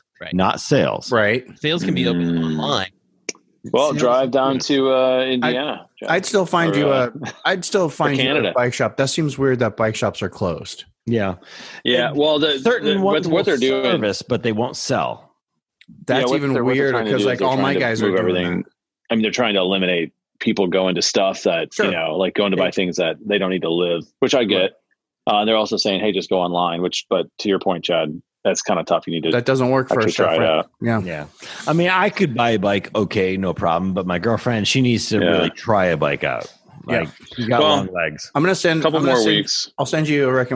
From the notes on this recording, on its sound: We meet up on Zoom since that seems to be the cool thing to do. Please excuse any quality and delays.